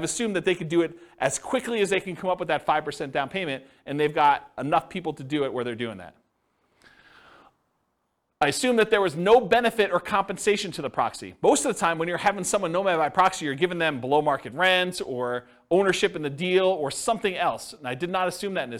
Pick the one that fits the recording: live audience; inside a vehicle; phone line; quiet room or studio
live audience